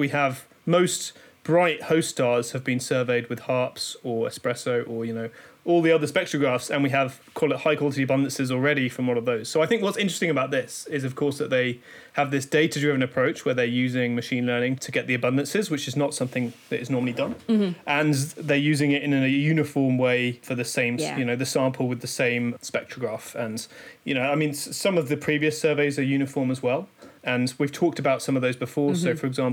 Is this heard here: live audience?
no